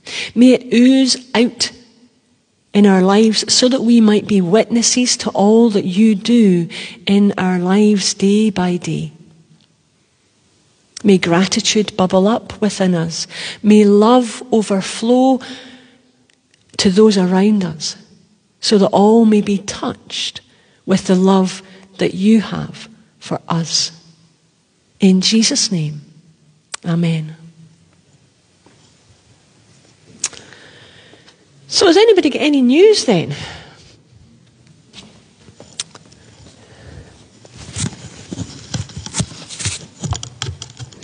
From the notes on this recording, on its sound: Live from The Old Kirk. Live stream of our service.